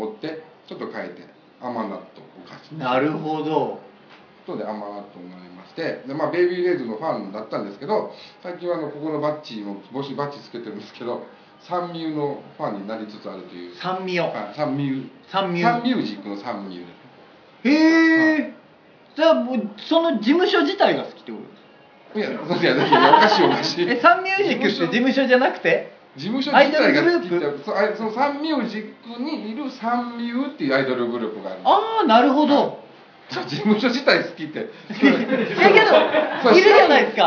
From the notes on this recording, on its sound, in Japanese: 鹿児島公開収録編。SHOWROOMでも同時配信の回！